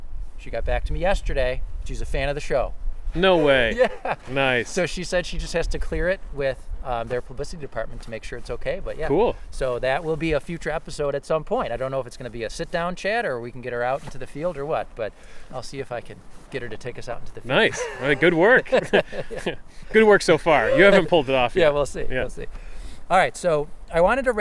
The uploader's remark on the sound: This episode was recorded on January 22, 2022 at Chestnut Ridge County Park in Orchard Park, NY.